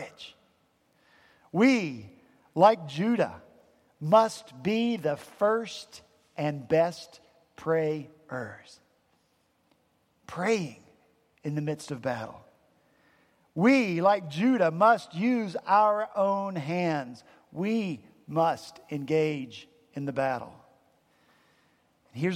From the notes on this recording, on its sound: At Redeemer Presbyterian Church in Charleston, SC